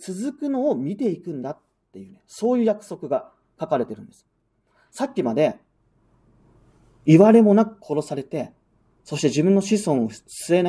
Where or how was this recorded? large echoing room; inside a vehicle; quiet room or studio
large echoing room